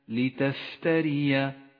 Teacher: صفة الهمس لحرف الفاء في كلمة لتفتري، لتفتري أجري النفس معها لتتقوى وتتوضح